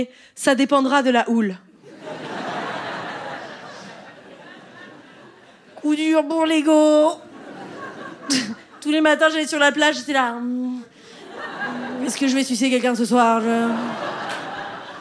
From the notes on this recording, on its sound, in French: Captation réalisée au théâtre de l'Européen.